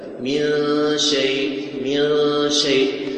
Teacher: نون بعدها شين وجب الإخفاء، من شيء، من شيء، تذهب إلى الشين وتجعل غنة، من شيء، من شيء.